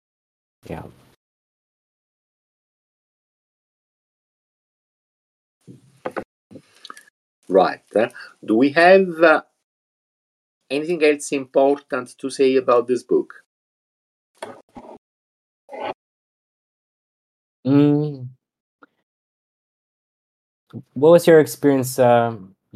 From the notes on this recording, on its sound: We recorded this episode from Discord using Craig , a voice channel recording bot for Discord. We recorded this episode from Discord using Craig , a voice channel recording bot for Discord.